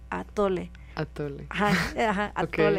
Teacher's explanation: Es como cuando se bloquea el aire, como por ejemplo cuando una palabra, por ejemplo, en español empieza con una vocal y viene, por ejemplo, una T, como atole, ¿no? Antes de que digas la vocal hay un cierre, pero no te das cuenta, es muy ligero, atole. Atole. · Term: saltillo